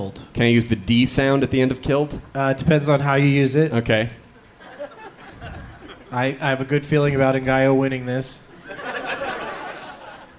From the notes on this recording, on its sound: Live from Cobb's Comedy Club in San Francisco